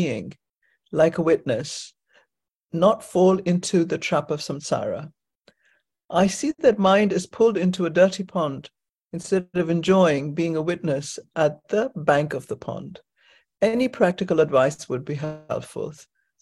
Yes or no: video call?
yes